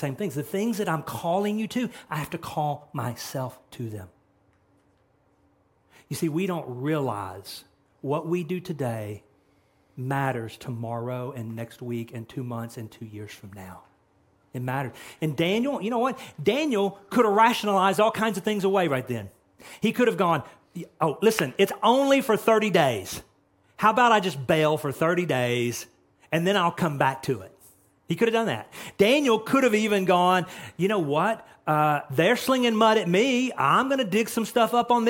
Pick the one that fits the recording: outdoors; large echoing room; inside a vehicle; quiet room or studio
large echoing room